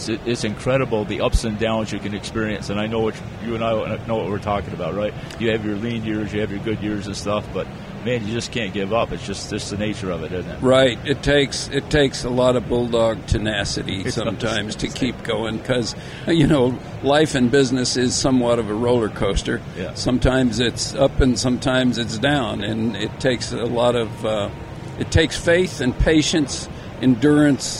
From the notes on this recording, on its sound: At the recent RE+ Conference in Las Vegas. Join us "on air" during this crazy busy conference.